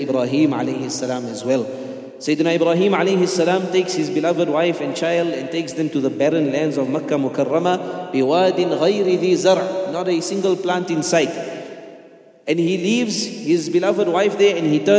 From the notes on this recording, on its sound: at the Houghton Masjid (West Street)